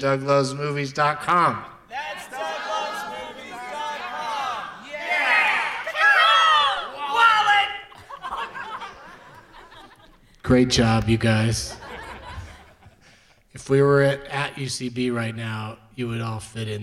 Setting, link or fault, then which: setting, live audience